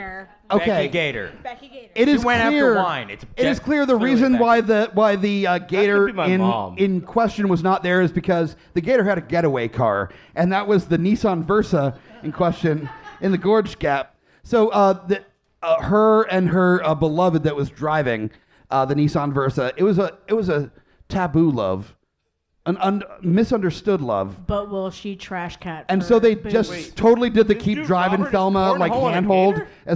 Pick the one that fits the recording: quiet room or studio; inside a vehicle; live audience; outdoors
live audience